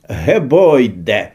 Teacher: гучыць зусім не па-нямецку, а хутчэй па-беларуску – «гебойде» з вельмі звонкімі «б» і «д» і гартанным «г». Па-нямецку павінна было быць нешта на кшталт «кіпойте».